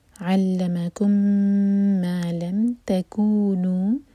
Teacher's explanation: کو اور نو دونوں دو دو حرکہ